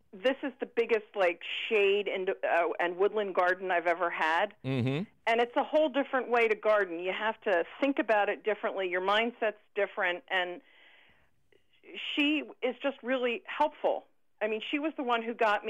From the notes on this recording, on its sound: takes your fabulous phone call questions